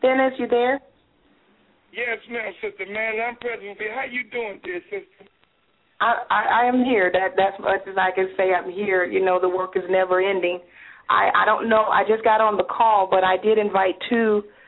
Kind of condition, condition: link, phone line